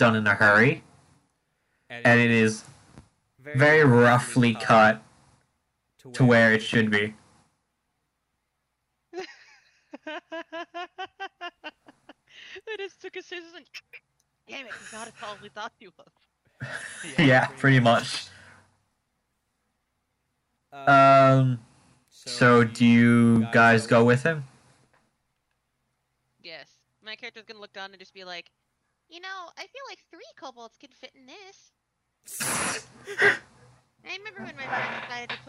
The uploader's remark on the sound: there are audio issues in the first few episodes